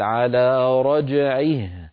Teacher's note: يعني إن وقفنا على قوله تعالى: إنه على رجعه، لو وقفنا على إنه نقول إنه، ولا نقول إنه على رجعه. لما نقف عليه نقول على رجعه بهاء ساكنة، ولا نقول على رجعه، فلا يكون مد الصلة إلا في حال الوصل.